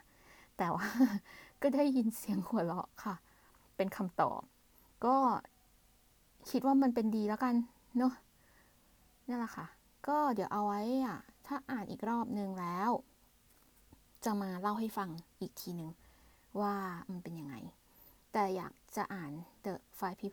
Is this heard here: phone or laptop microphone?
yes